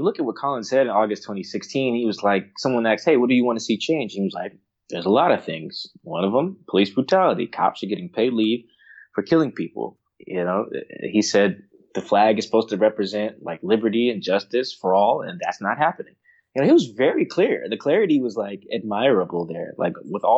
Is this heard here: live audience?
no